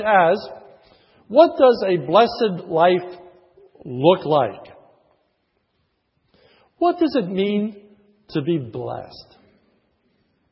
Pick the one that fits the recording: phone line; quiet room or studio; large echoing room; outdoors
large echoing room